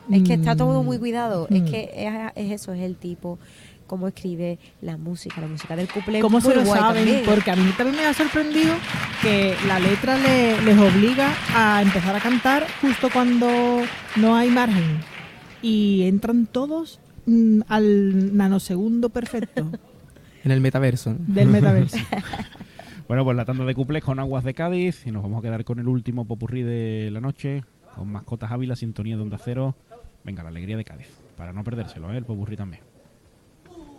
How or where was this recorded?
live audience